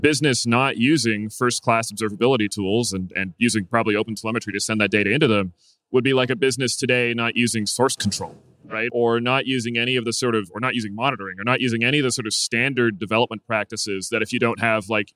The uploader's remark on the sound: Recorded on the show floor of KubeCon + CloudNativeCon Europe 2022 in Valencia, Spain.